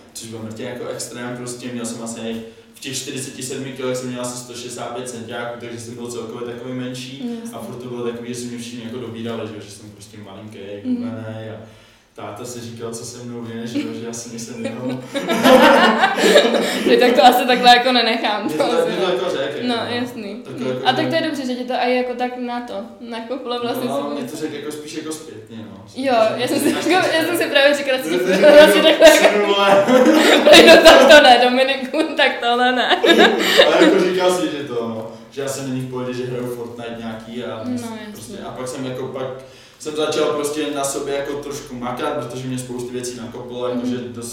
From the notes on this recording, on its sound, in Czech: Také se kapku chci omluvit za zvuk ještě jednou. Příště to vylepším a kvalita zvuku bude o kapku lepší, to mi věřte! Furt se jen s mikrofonem učím, tak na to myslete.